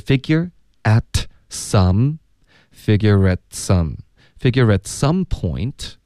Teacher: 然后 point 结尾的 t 我们要省略